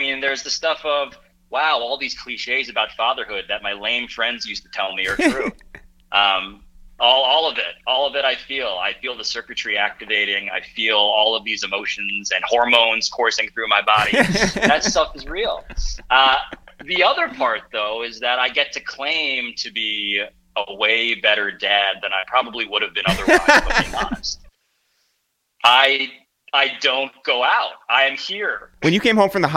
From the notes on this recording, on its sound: We make calls from our Upper West Side apartment. Then we get on the phone with our friend.